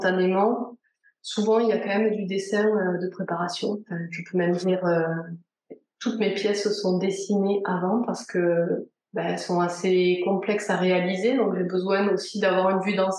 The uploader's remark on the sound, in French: On s'est retrouvé en visio par une chaude journée d'été ('fin surtout à Toulouse, et moins en Bretagne...).